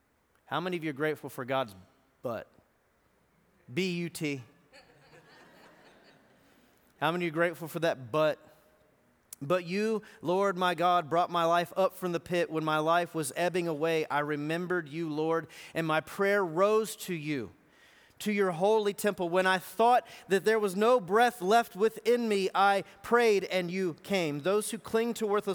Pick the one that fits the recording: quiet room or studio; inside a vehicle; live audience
live audience